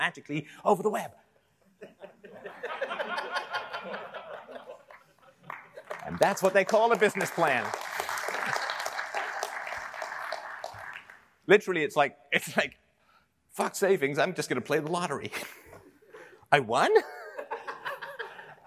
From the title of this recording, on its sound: Live at the 21 Convention